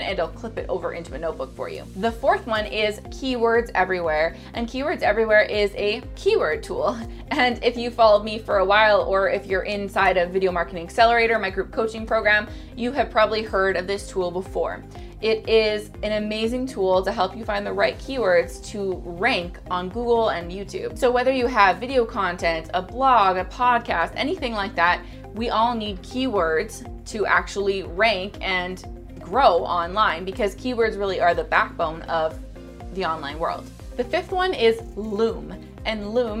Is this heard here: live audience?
no